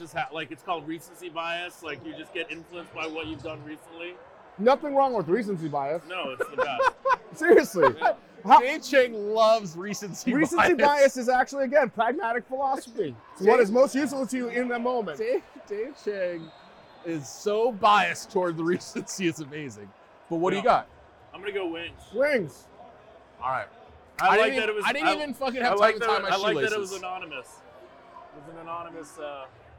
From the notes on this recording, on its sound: Hoops and Hops at the Cosmopolitan of Las Vegas. Live from the Cosmopolitan of Las Vegas.